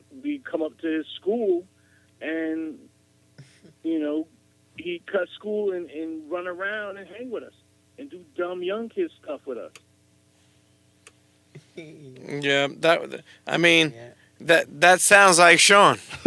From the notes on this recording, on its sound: share their Priceless memories via Phone-A-Friend